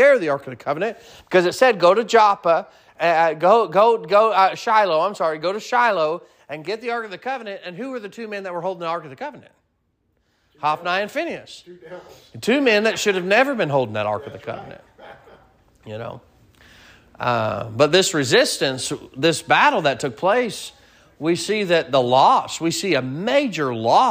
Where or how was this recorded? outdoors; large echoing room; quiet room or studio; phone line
large echoing room